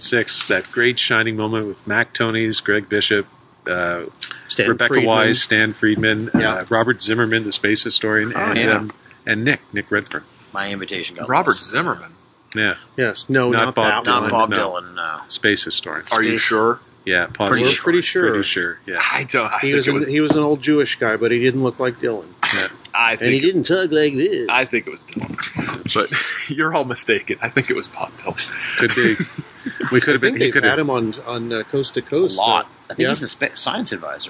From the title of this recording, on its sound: on a Rooftop at Midnight